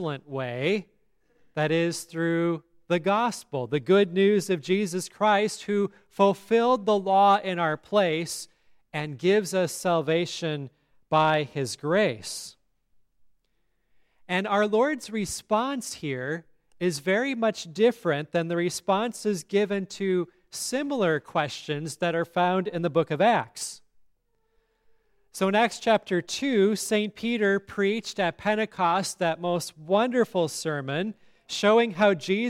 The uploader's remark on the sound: at Grace Lutheran Church, Lexington, MO